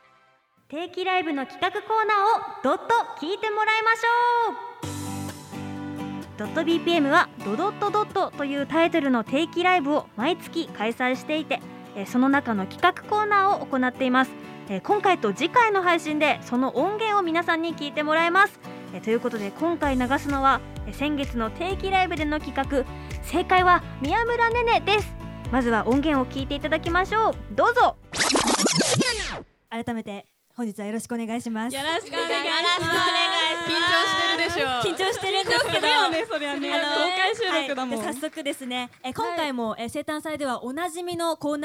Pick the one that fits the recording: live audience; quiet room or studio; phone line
live audience